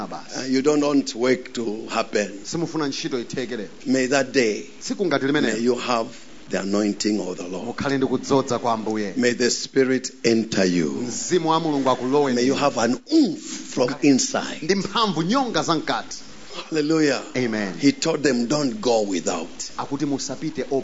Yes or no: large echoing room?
yes